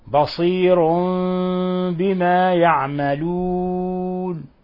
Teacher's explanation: قلبنا التنوين الذي هو نون ساكنة قلبناه ميما مخفى لوقوع الباء بعده · Term: إقلاب